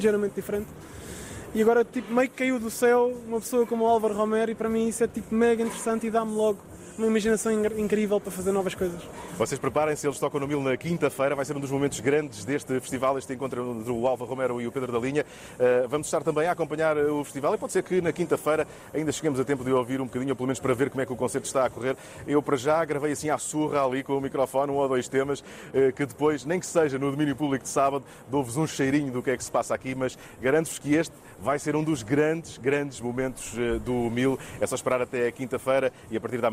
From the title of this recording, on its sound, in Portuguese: Em direto do Festival MIL